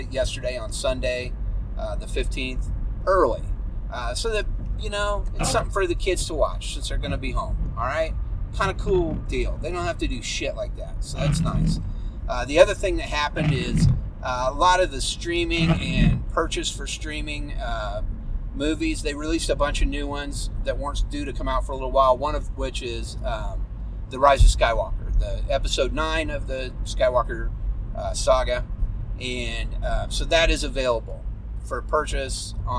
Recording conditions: inside a vehicle